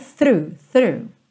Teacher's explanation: Th, th, th, linguinha lá na pontinha do dente, through, e você já volta então puxando o R